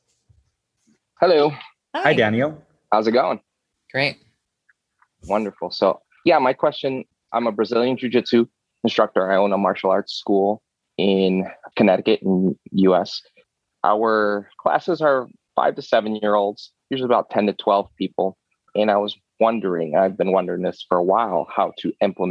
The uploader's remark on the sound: On this live call. Live bonus Q&A session.